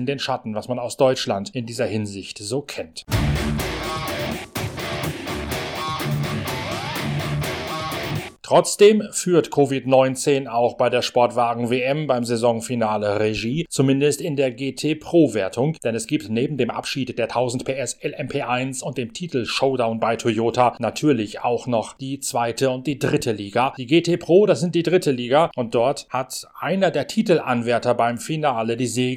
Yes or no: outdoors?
no